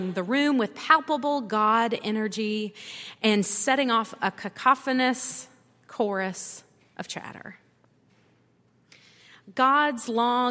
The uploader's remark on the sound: at Highland Baptist Church.